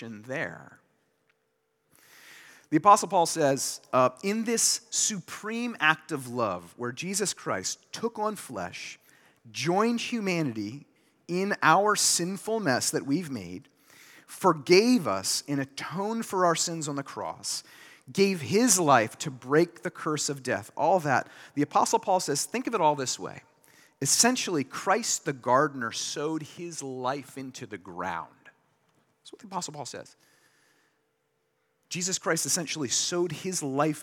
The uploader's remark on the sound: delivered this sermon during Liberti’s Easter Sunday worship on April 9, 2023